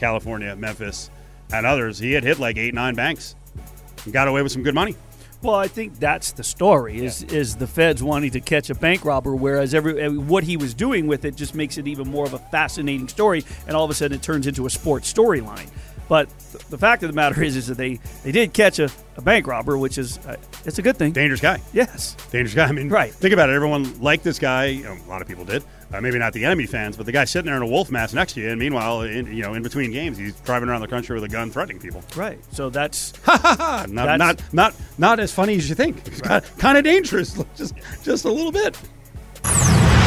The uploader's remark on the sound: LIVE FROM SUMMER LEAGUE